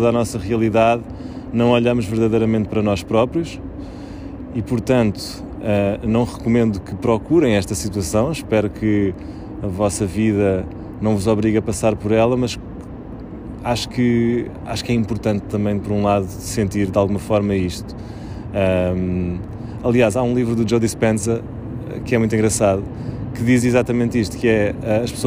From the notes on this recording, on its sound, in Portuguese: Sentados nas escadinhas da capela de Santo Amaro, debaixo do som dos aviões, embalados pelo ruído de fundo da ponte 25 de Abril.